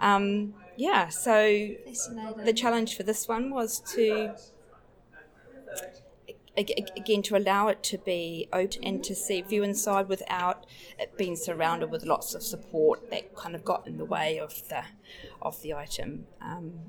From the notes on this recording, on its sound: Recorded at the exhibition opening. Background noise is present through interview. Auckland Libraries Heritage Collections. Sound effect is by Cedric Peyronnet of an 1870s working press.